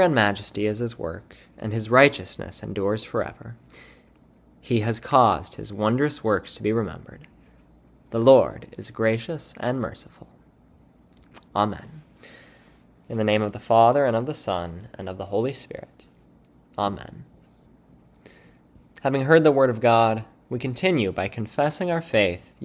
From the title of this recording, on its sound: Church Service – Fourth Sunday after the Epiphany